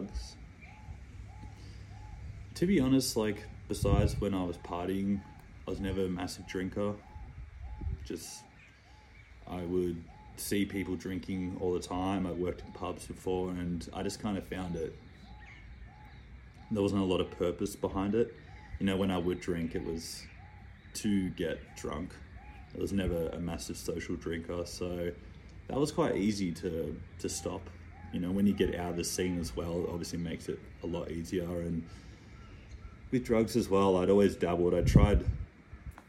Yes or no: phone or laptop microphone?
yes